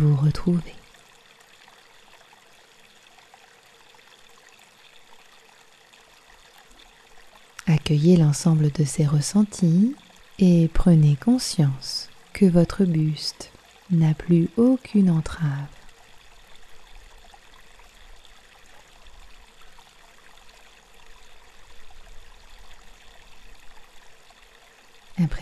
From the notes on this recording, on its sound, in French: Méditation au son de l'eau. Avec un enregistrement du son de la rivière de ma Normandie de coeur issue d'un petit village perdu dans l'Eure et entourée des libellules Mademoiselles. Vous serez surpris par ce son pur que j'ai pris soin d'enregistrer lors d'une agréable promenade avec mon tendre mari...